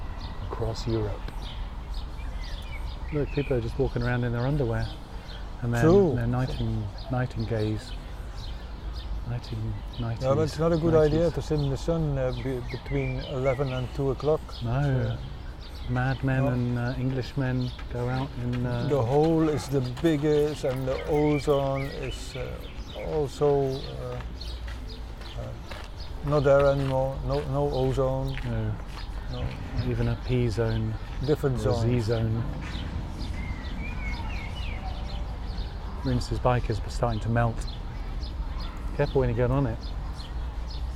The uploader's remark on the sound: Radio On Science – outside broadcast.